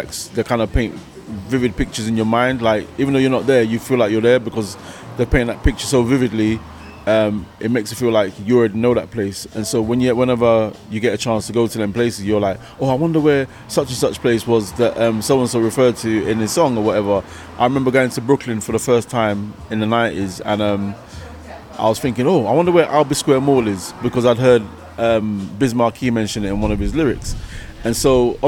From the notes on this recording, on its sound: Newcastle The Bridge Hip Hop UK Festival Newcastle upon Tyne. The interview was filmed at the Star and Shadow as part of the The Bridge Hip Hop Uk Festival that was held in Newcastle.